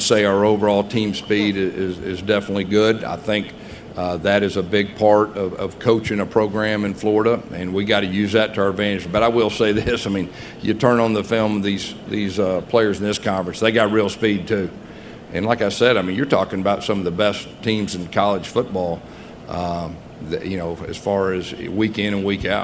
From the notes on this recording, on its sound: Press conference at Big 12 Football Media Days.